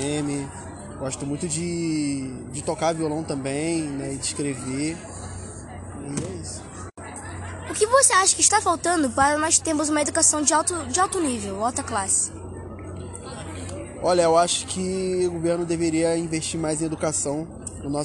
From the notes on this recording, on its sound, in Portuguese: Entrevistas realizadas no festival led 2023